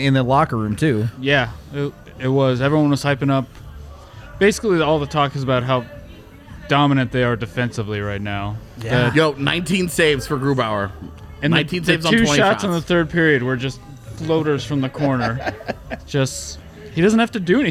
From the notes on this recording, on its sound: LIVE from the DNVR Bar.